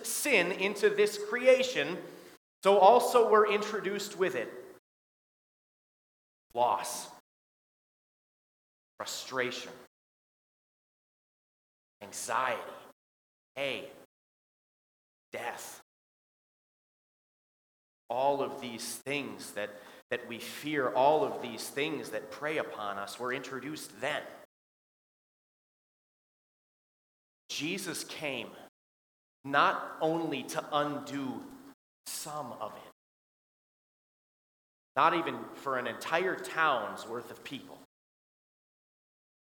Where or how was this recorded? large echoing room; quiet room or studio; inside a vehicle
large echoing room